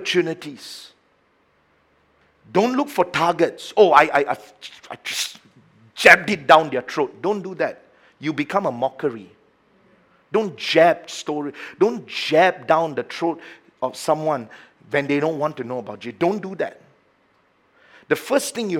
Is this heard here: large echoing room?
yes